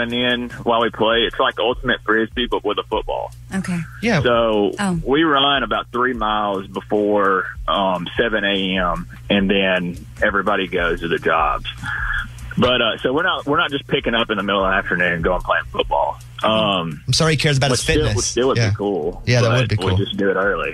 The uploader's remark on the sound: he called in to defend himself